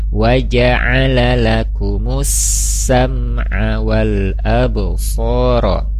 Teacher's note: di lakumus itu ada alif lam syamsiyah, maka huruf lamnya tidak terbaca, jadi langsung aja mus gitu.